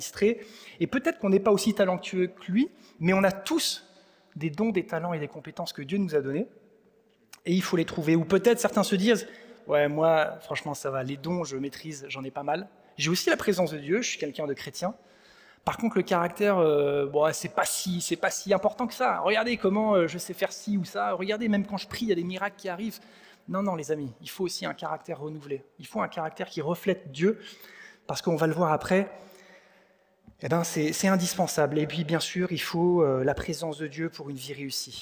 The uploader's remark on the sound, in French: Enregistré à l'église CVV.